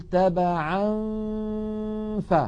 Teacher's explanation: الغنة باقية والجزء اللساني من النون معدوم · Term: الإخفاء